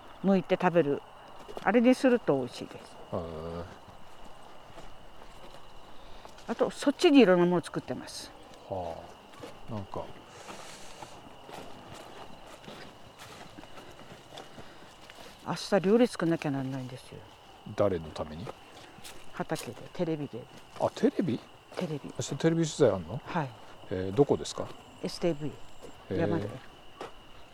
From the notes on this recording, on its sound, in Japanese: 久しぶりの畑からの現場レポート。